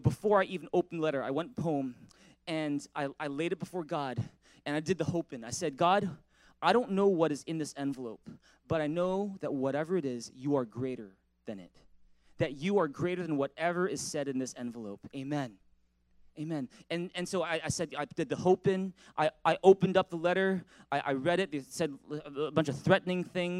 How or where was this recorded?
large echoing room